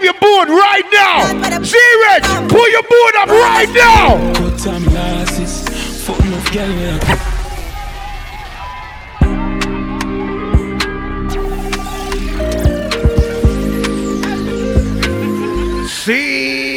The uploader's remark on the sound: Live Set From Love & Affection 2023